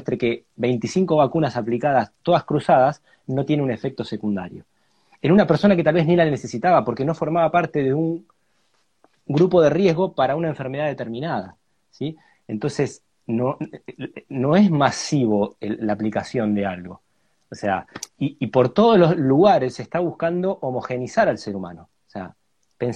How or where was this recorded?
video call